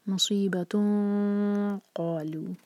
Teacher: اور اخفاء جب ہم کرتے ہیں اور نیکسٹ لیٹر جو ہے ہیوی لیٹر ہو تو اس کا اخفے کا ساؤنڈ ڈفرینٹ ہوتا ہے، تو ہم پیچھے سے زبان کو اوپر اٹھائیں گے اور ہیوی کر کے نکالیں گے اخفے کو.